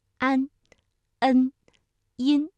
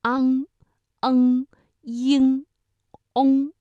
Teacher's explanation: 这个前鼻音呢，大家感觉到它的发音部位明显的靠前，那舌尖抵住上齿龈 · Shown in: first take